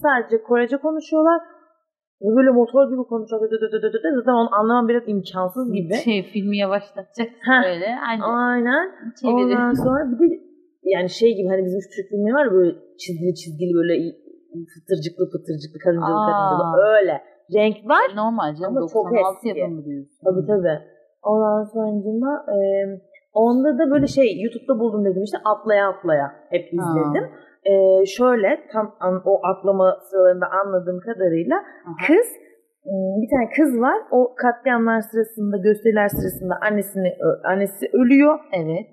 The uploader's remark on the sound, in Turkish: Teknik birkaç hata yaşadık ama güzel bir kayıt oldu.